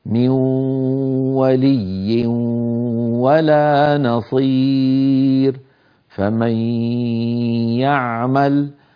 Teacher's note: فعلينا بالانتباه وتوزيع الصوت بين الفم وبين الأنف، من 50% واو 50% غنة